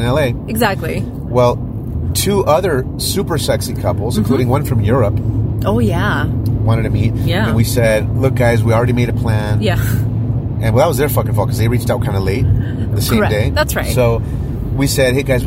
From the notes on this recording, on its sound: We recorded this audio in our car while traveling from Las Vegas back to Los Angeles.